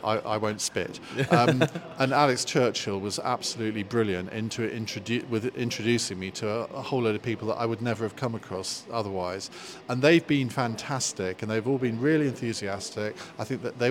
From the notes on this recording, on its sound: Today we are at Gloucester History Festival